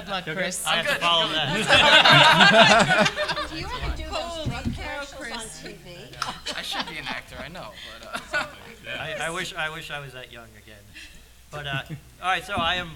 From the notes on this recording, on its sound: This episode is a panel discussion. We had a live studio audience at the Sachem Public Library.